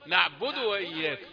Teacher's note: الذي سمعته من الدال، دال ساكنة مقلقلة إلى الضم